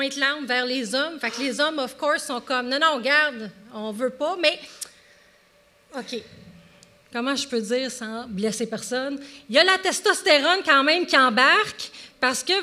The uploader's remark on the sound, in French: LIVE au Festipod 2023. Épisode enregistré LIVE devant audience le 16 septembre 2023 à la Maison de la Culture Maisonneuve à Montréal.